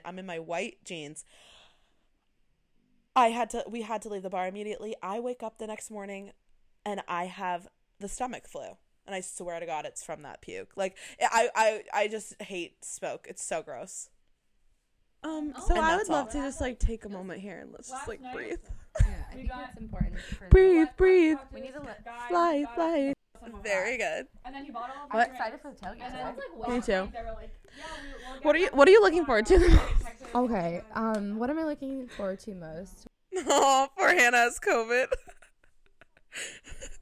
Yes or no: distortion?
yes